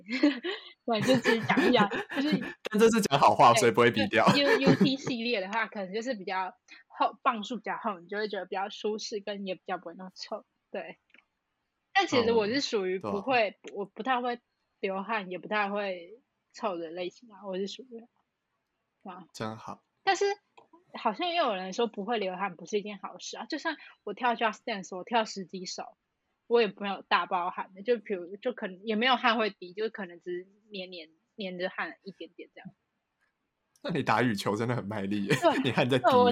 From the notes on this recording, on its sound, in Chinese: 此篇因為太久沒錄音所以有點激動導致音有點爆